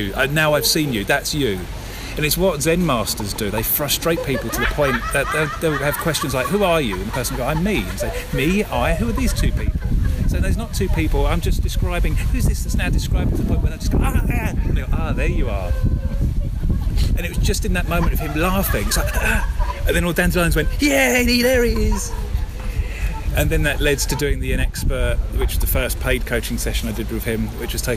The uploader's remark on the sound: Recorded as part of the research for my book, back in the days when you could meet a friend and sit in the park together, beneath noisy planes and near laughing children, without wearing a mask.